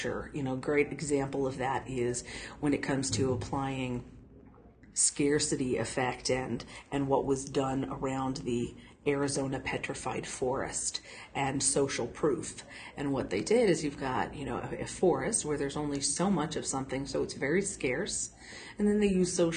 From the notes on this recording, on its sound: Once again, recorded in the hallway (and still very obviously between sessions at the event) at the OnBrand Conference in Omaha – a collaboration of the local AAF , AIGA , AMA , and PRSA chapters. This is the last of the podcasts recorded at OnBrand 2018.